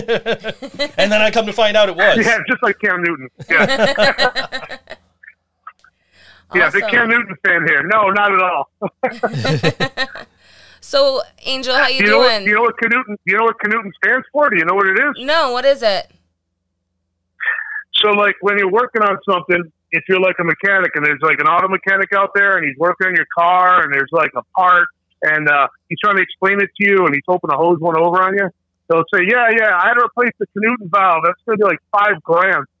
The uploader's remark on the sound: A telephone interview